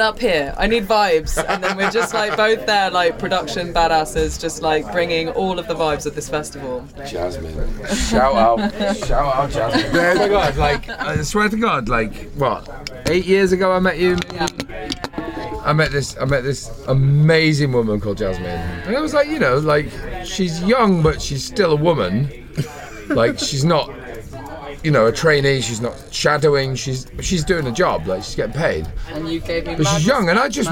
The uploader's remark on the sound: Seeing as I got to spend 9 glorious days on Worthy Farm this year, it felt like a great idea to take advantage of the wealth of DJs onsite and grab a few words. This interview was recorded minutes after his headline set at Platform 23 in Shangri-La at Glastonbury 2023.